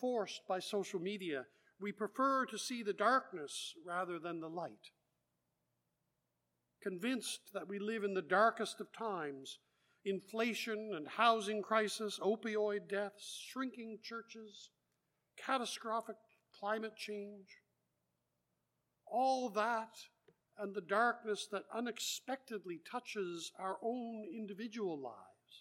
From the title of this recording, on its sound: Live Worship Service